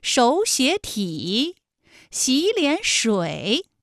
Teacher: 应该是第一个音节、第二个音节都变成三五，就是二声